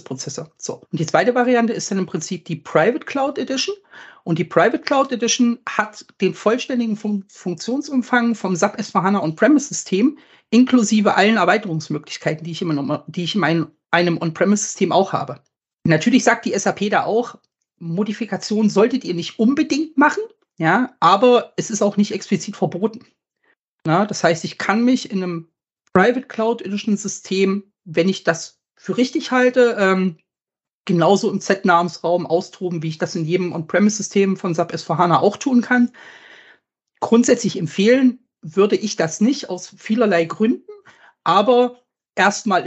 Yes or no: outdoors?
no